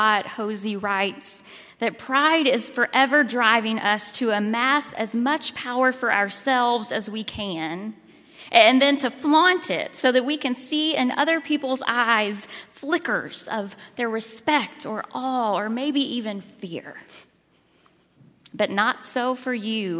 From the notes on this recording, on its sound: at Highland Baptist Church, Louisville, Kentucky.